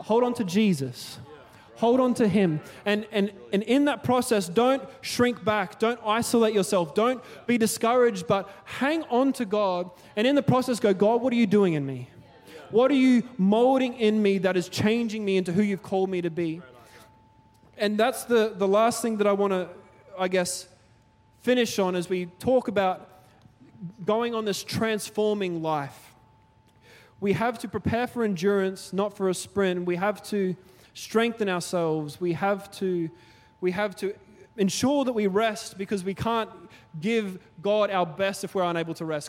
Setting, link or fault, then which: setting, large echoing room